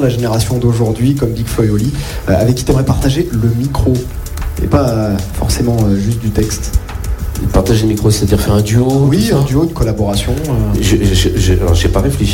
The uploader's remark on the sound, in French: sur la scène du quai des artistes